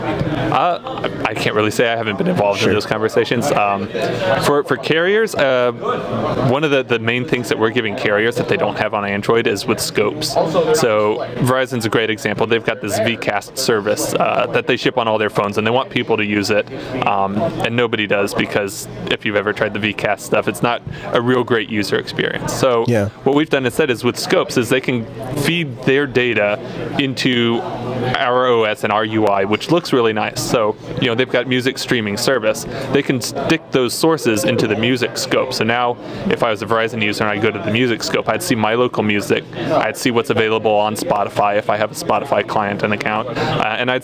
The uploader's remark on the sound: Live from SouthEast LinuxFest